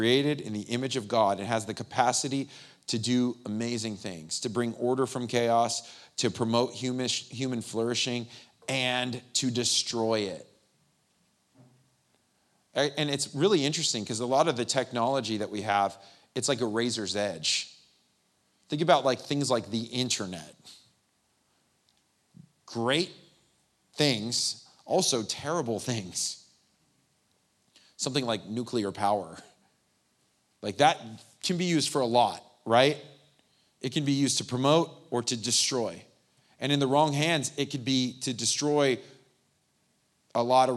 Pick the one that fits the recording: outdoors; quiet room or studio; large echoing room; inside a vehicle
large echoing room